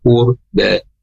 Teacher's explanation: Ro sukun sebelumnya doma, ya pastikan dia tebal ya. Maupun dia berharokat doma.